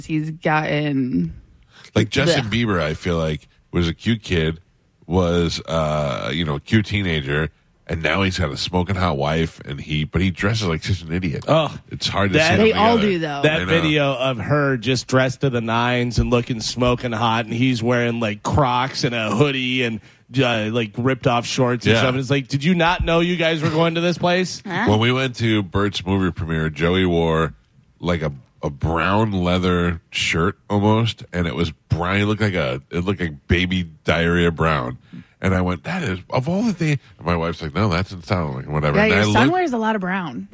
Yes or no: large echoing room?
no